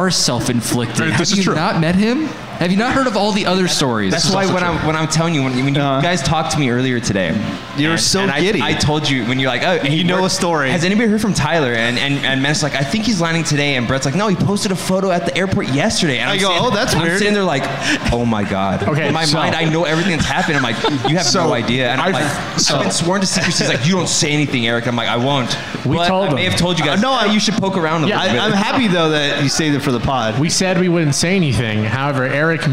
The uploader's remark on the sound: Live from Morongo!